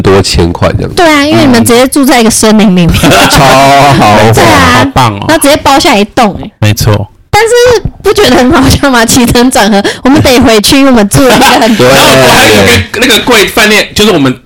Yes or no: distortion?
yes